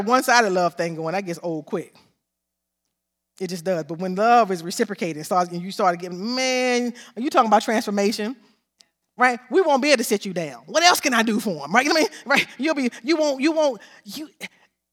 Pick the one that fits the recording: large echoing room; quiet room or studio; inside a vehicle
large echoing room